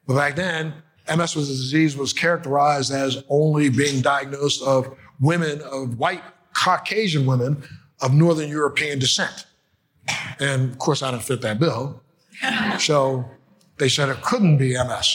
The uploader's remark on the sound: the keynote address at the Florida Medical Cannabis Conference on February 22, 2020